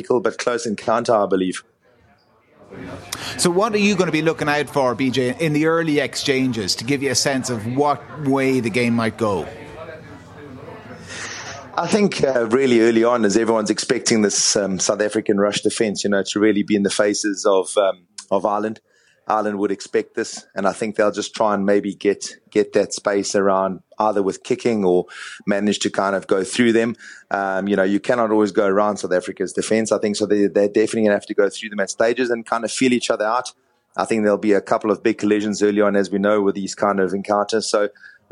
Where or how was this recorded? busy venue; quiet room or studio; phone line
busy venue